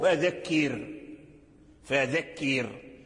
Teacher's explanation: يعني الراء مكسورة والحرف الذي قبلها مكسور، فإذا وقفنا عليها كذلك تبقى مرققة